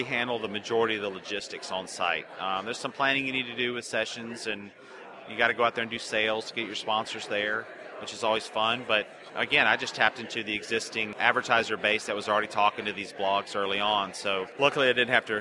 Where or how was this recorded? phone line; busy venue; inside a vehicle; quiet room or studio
busy venue